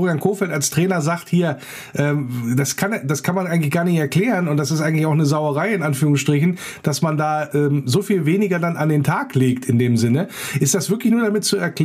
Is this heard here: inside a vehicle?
no